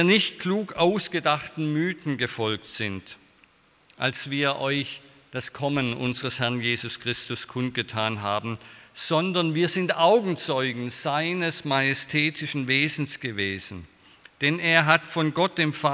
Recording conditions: large echoing room